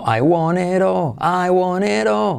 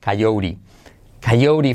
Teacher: con la letra semiclave T convertida en R suave cuando va entre vocales